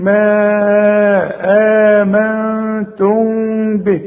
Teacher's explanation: بيحصل اخفاء مع الغنة، ما تضمش شفايفك، ما تقفلش شفايفك، يحصل انفراد في الشفايف.